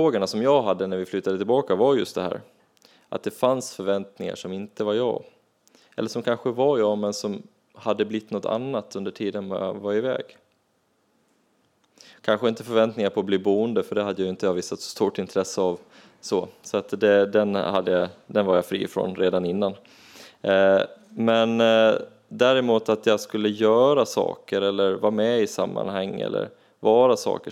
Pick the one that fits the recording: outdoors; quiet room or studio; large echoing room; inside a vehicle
large echoing room